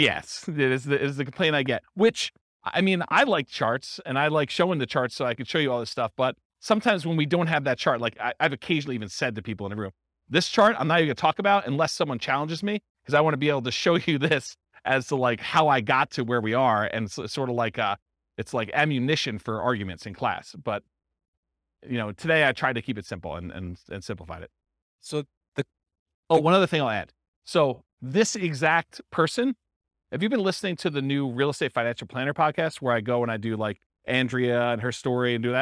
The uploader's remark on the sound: This was a live class recorded